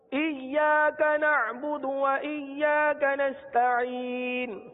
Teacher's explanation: یعنی یا پر تھوڑا سا رکیں گے، ایا کا نہیں پڑھیں گے